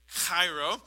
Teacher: Get the little ch going on in your throat. It's kind of an X in Greek, and it gets the ch sound.